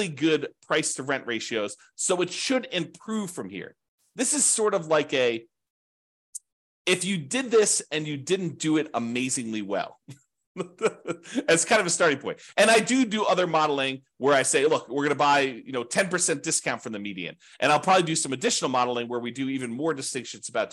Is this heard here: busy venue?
no